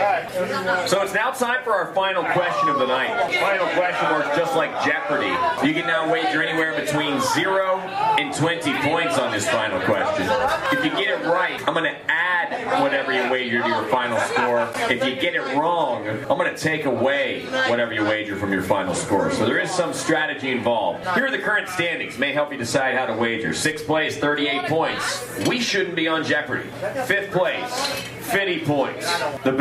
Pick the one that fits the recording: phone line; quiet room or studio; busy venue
busy venue